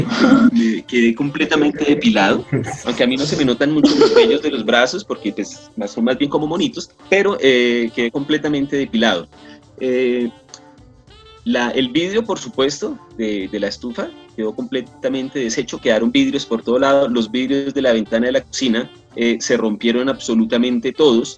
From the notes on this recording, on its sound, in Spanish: Perdón por las fallas del audio